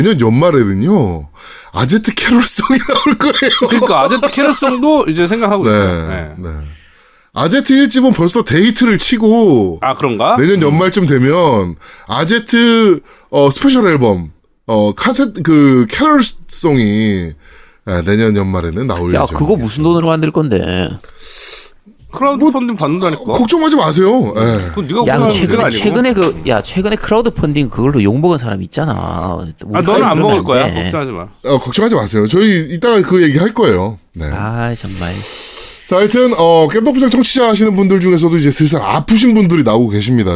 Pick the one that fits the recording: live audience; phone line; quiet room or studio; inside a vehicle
quiet room or studio